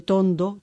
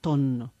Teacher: la asimilación del grupo consonántico ND en NN · Shown in: second take